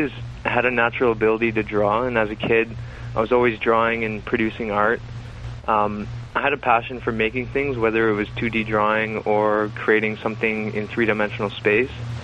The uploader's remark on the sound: By phone from Ottawa Ontario.